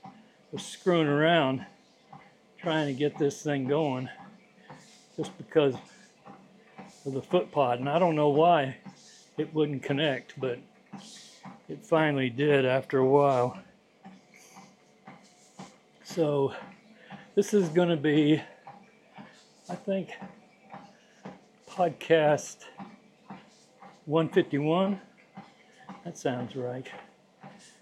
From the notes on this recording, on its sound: I recorded this podcast while I was on my treadmill. Recorded on a dji Mic2.